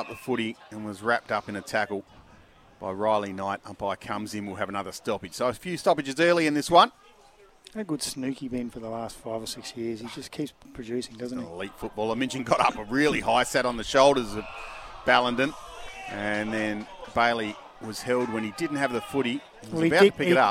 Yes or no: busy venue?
yes